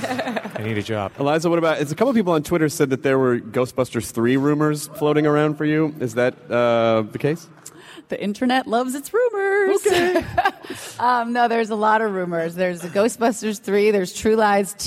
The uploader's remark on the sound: Was recorded at the nerdtastical C2E2 in Chicago. PILES of thanks to ReedPop for allowing us to record and share this with the masses!!!